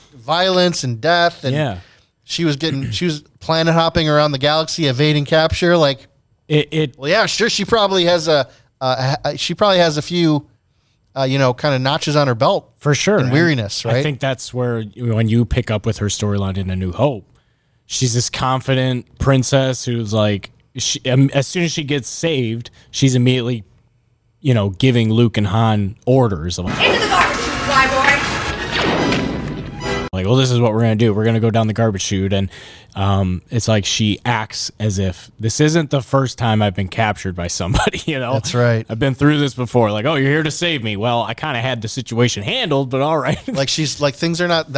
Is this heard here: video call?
no